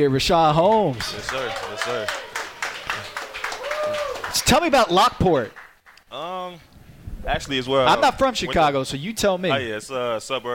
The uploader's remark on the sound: Sat down three special guests for a LIVE podcast at the Highline Bar in Downtown Chicago to celebrate NBA All-Star Weekend.